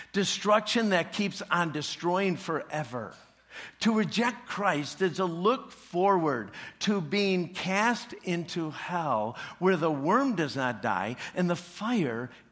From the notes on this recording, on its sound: preached this message at CrossPoint Church